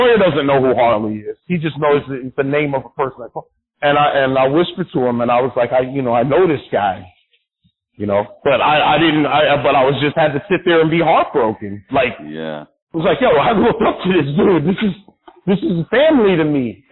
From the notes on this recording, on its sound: a phone interview